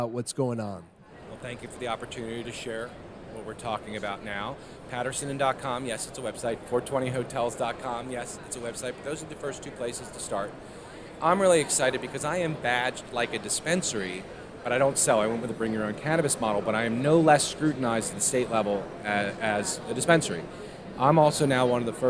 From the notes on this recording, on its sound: Quick note, this interview was recorded on the floor of the sprawling and super impressive Las Vegas Convention Center during MJBizCon 2022, so some parts may sound slightly scratchy.